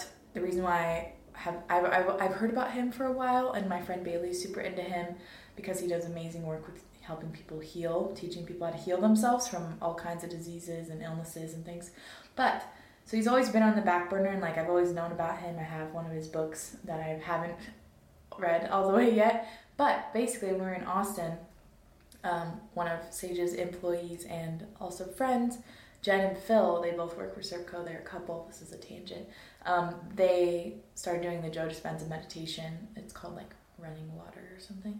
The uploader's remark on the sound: Sorry about the audio quality on this one. My mic situation got messed up for this episode.